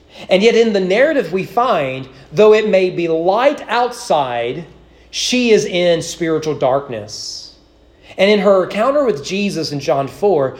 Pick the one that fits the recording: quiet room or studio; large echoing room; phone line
large echoing room